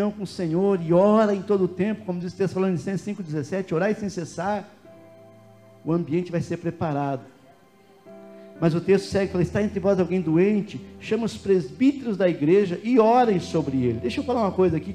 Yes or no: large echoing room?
yes